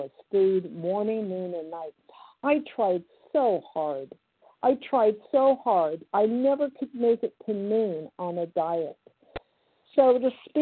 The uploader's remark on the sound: 100 Pounders Phone Meeting